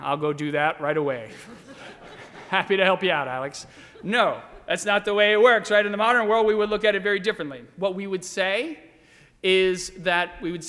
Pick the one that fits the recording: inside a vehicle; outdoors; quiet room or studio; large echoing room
large echoing room